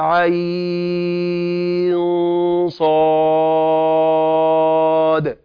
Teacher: عين يجوز فيها أن تقرأ ست حركات وأن تقرأها أربع حركات · Term: وجهين